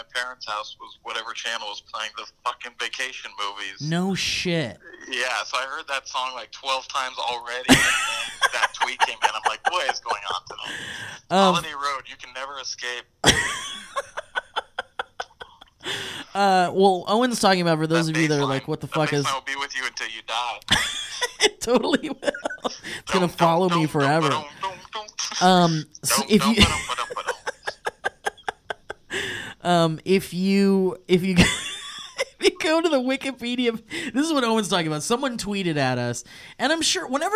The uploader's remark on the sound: This episode features 3 special SURPRISE guests via phone call!